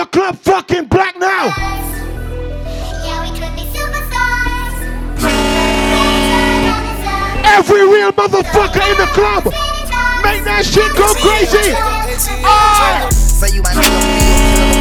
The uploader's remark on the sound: club settingz